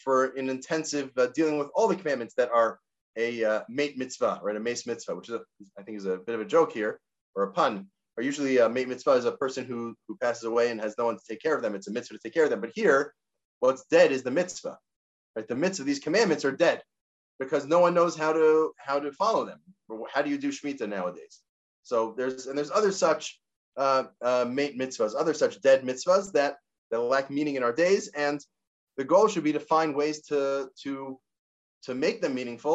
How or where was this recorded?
video call